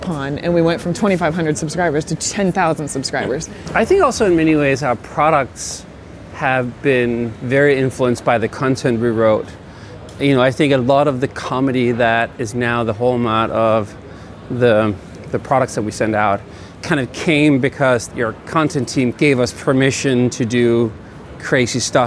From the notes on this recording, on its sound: A conversation recorded in the streets of New York.